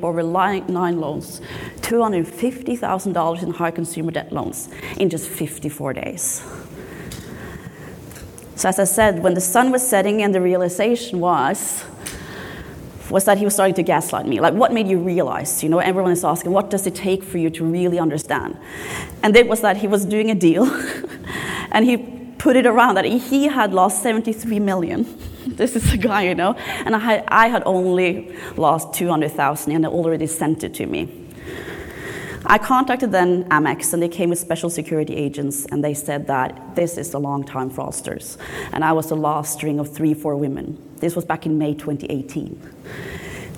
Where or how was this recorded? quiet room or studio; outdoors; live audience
live audience